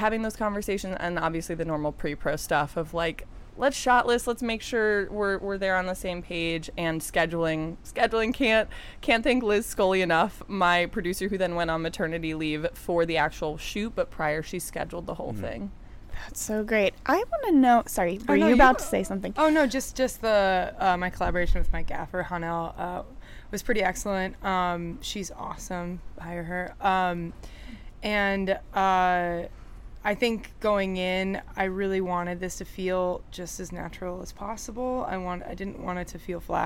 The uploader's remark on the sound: We are live, on-location at the TCL Chinese Theatre for the 19th annual Oscar Qualifying HollyShorts Film Festival. We are live, on-location at the TCL Chinese Theatre for the 19th annual Oscar Qualifying HollyShorts Film Festival.